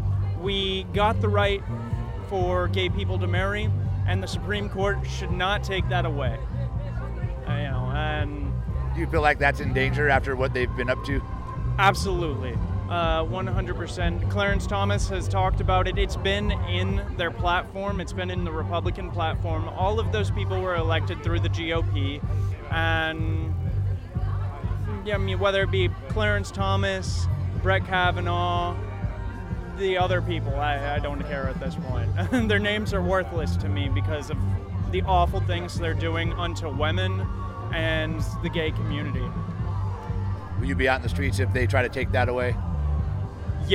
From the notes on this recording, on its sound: Pride In The Plaza is an annual event held in Concord California.The event is hosted by Rainbow Community Center of Contra Costa. Sounds from the annual event.